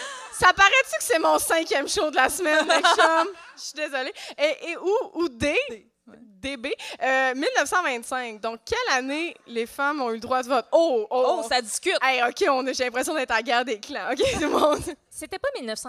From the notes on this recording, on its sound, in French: enregistré à la Maison de la culture Maisonneuve dans le cadre du Festival Minifest le 17 juin 2023